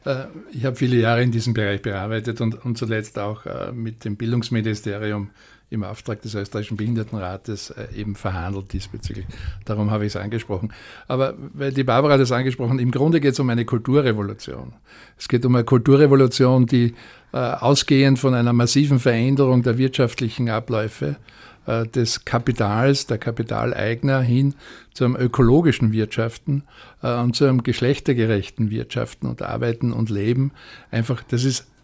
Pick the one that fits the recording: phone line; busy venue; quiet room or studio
quiet room or studio